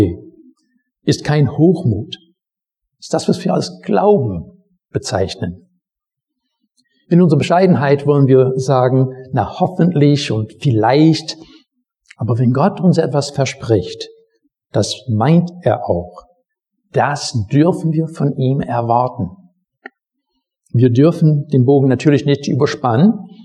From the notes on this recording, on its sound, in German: Predigt aus dem Gottesdienst